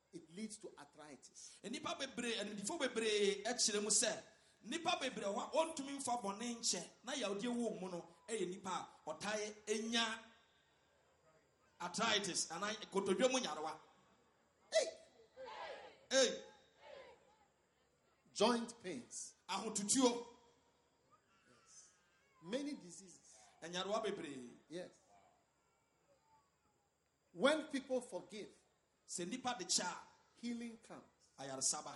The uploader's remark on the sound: Preached at a Healing Jesus Campaign in Goaso, Ghana